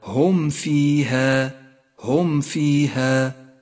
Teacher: وأخيرا حكم الإظهار الشفوي في قوله تعالى هم فيها هم فيها، تكون الميم ساكنة أشد إظهارا إذا جاء بعدها حرف الفاء